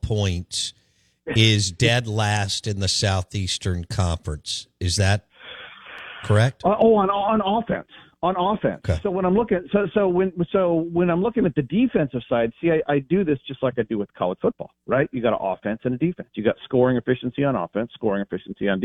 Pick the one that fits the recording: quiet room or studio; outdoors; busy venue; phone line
phone line